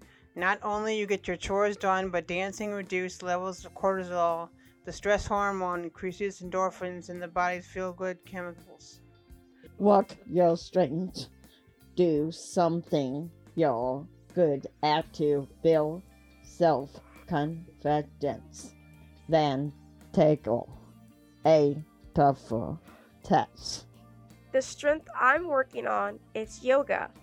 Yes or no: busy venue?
no